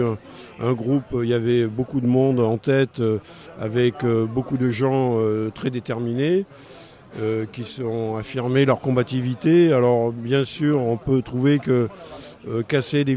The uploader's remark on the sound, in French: Diffusée en direct le 15 septembre 2016 depuis la place de la République.